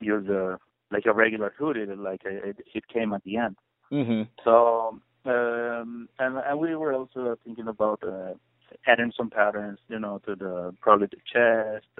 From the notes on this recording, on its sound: Conducted a phone interview.